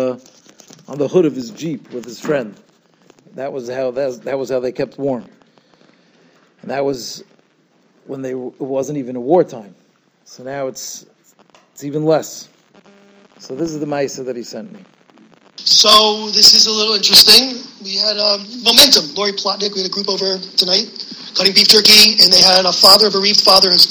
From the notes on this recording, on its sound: Shiur recorded in Yeshivas Ohr Reuven, Monsey, NY.